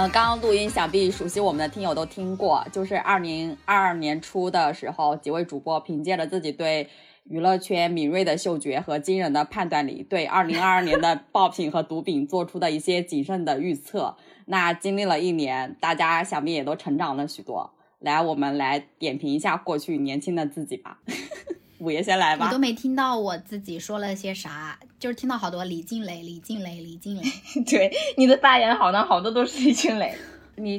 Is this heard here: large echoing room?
no